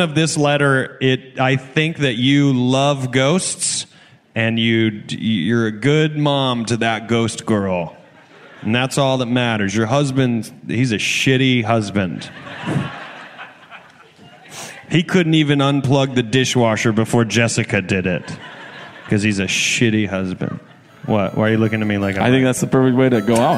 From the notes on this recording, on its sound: This week we come to you live from Clusterfest! First, we set up a brand new pair of pen pals from the audience.